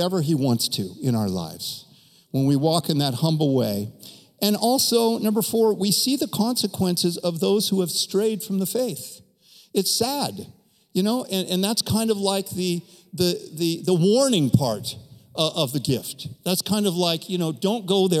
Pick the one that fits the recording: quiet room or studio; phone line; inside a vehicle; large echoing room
large echoing room